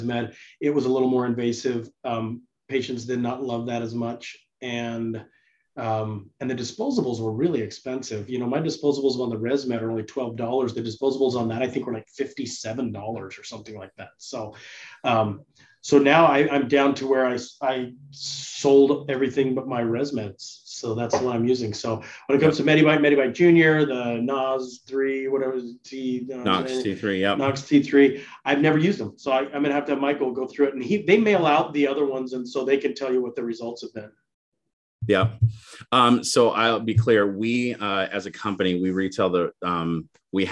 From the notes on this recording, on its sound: This live interactive webinar